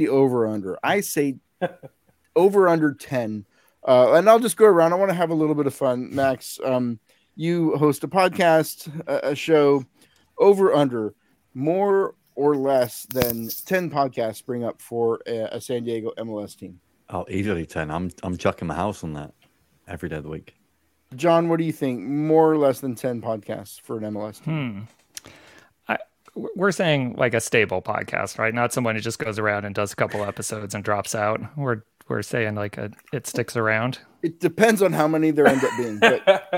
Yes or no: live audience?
no